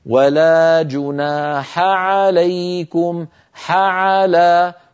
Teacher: حاء بعدها عين والعين والحاء كلاهما من حروف الحلق فعلينا أن نخلص أحدهما من الآخر هكذا ولا جناح عليكم حعلى ولا نخلط صوت أحدهما بالآخر عندنا